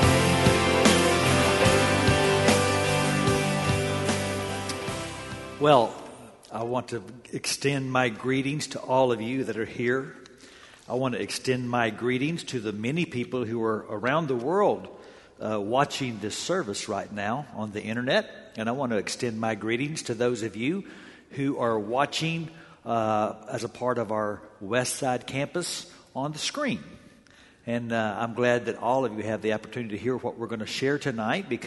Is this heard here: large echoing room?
yes